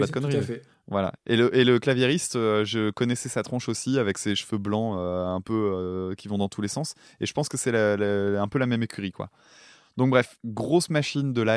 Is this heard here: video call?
no